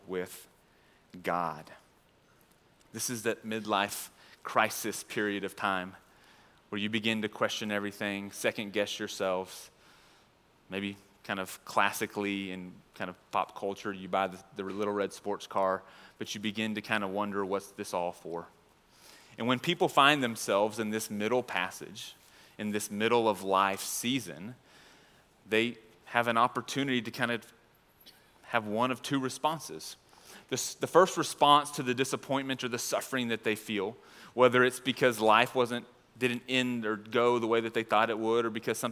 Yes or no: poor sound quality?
no